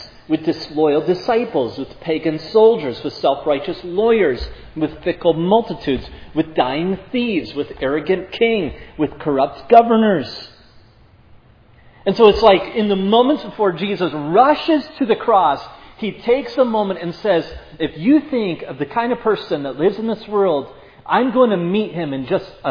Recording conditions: large echoing room